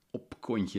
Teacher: Dat is een bilabiale plofklank, heet dat. Een plofklank waar je twee lippen voor nodig hebt, bilabiaal.